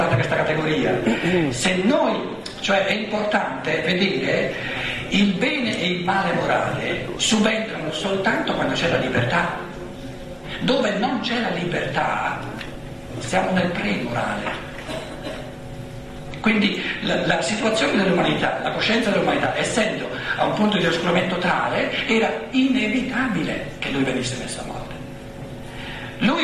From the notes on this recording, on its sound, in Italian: Dibattito con il pubblico.